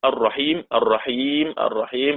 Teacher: المكسور مثل الرحيم، ثلاثة المد مع السكون المحض: الرحيم الرحيم الرحيم بالطول.